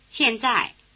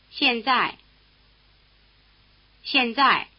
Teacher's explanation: Both syllables are in the falling tone.